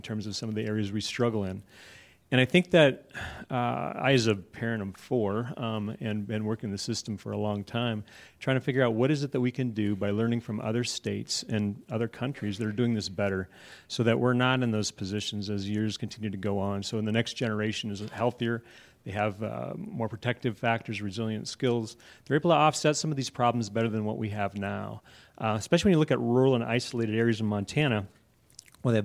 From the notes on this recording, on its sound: This week’s episode was recorded live at the recent innovateUM conference. A New Angle recorded in front of a live audience for the first time, capturing two micro-panel conversations.